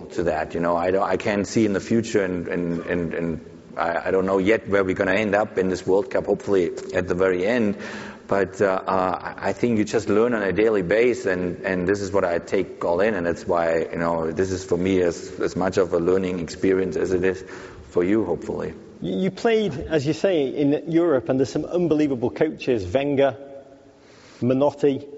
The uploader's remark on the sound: live onstage at SXSW Sports